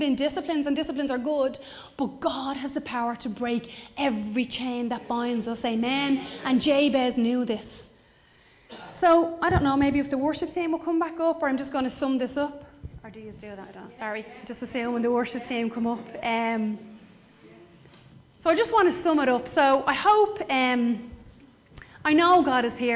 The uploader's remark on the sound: Recorded live in Liberty Church